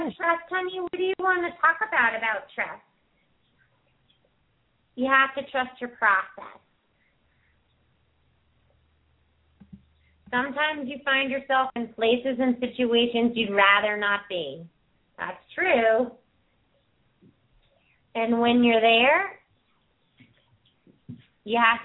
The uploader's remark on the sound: open up the lines for listeners to call